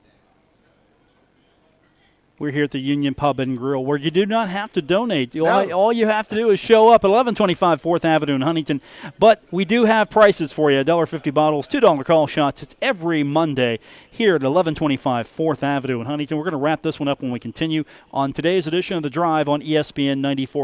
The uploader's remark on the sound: Live from the Union Pub and Grill